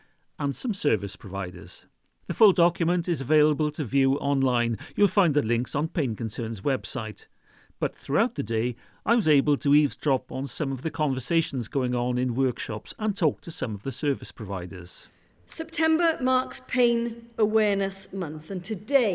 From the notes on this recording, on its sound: This edition of Airing Pain was recorded at the Living Well with Persistent Pain in Wales conference